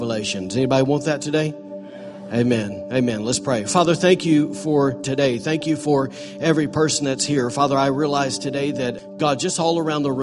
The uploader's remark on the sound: Recorded on Sunday, January 28, 2018, during morning services at The ANCHOR Church in Rockport, Maine.